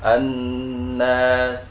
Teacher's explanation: Gunnah, nun, mim itu paling kuat ketika ditasydid.